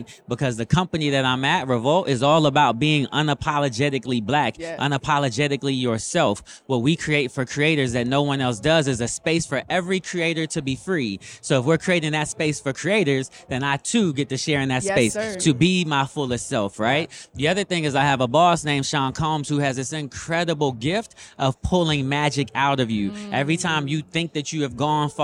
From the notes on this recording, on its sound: We Went LIVE at the FutureLAND Conference 2023